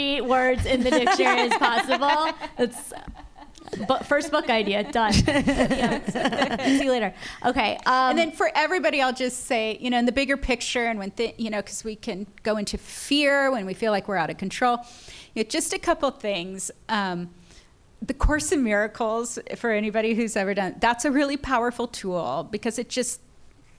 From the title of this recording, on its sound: Live! At Dynasty Typewriter in Los Angeles